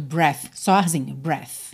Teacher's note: Então, aqui a gente tem, olha, with, terminando nesse v, né, que é o TH vocalizado, juntando E, with every breath. Terminamos no TH não vocalizado, tá?